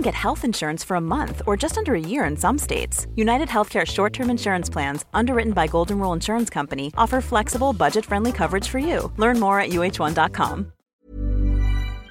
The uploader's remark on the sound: Recorded outside on a summer evening. It's been very hot and smoky here on the mountain.